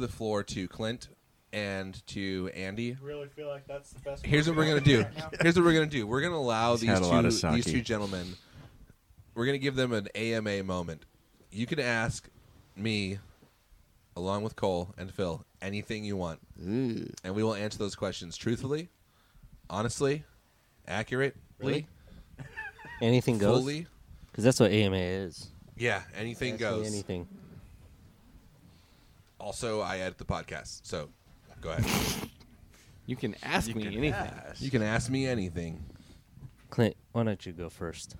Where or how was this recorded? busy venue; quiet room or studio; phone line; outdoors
outdoors